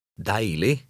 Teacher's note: when it ends in ig, the final g is silent